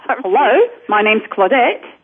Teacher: What Australians and some Canadians do, they make statements, yet they do it as if it's a question. · Term: valley girl speech